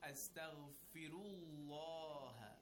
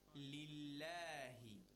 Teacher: when we have tarqiq now with kasra before the lam of Allah · Shown in: second take